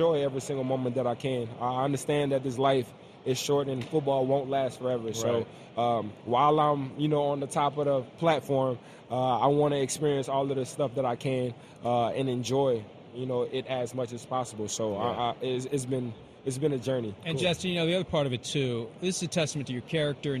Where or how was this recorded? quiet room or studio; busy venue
busy venue